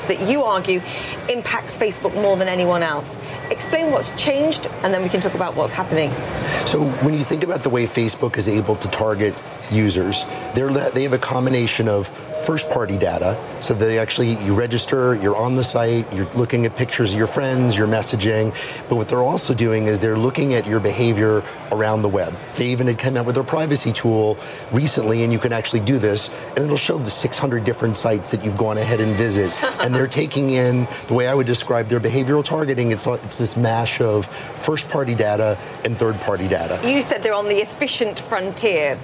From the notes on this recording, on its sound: live from the New York Stock Exchange